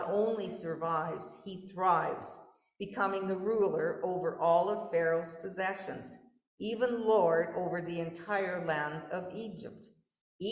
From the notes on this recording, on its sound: Gave this sermon in person and via Zoom. In Knox United Church, Lanigan.